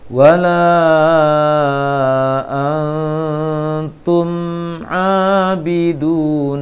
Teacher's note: Berikan hak mim, alirkan suara sedikit, karena mim mempunyai sifat bawaan dengung, walaupun tidak dikatakan dengung tapi bawaan dengung. · Term: mim sukun